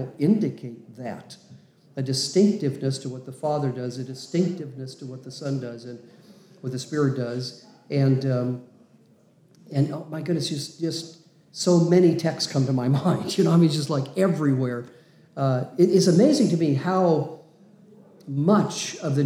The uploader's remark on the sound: Interview at Men's Retreat. This recording took place live at our 2023 men's retreat.